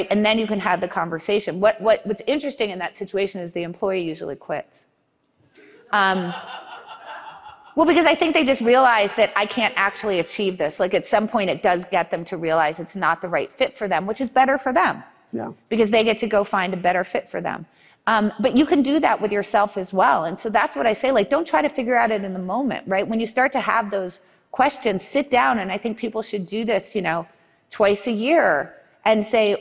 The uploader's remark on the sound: In front of a live audience.